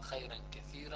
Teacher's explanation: وبالتالي ورش يرقق الراء